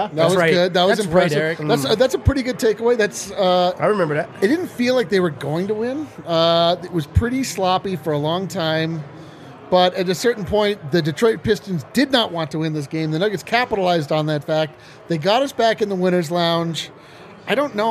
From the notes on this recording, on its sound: come to you LIVE from the DNVR Bar